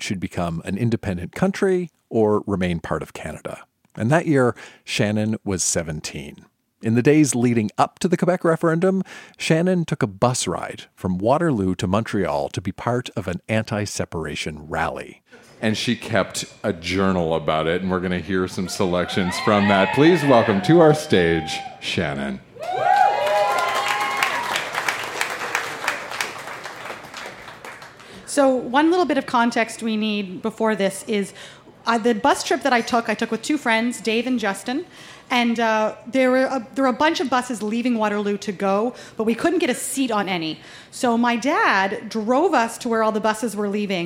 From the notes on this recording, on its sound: Recorded live at the Black Knight Pub in Yellowknife, NWT.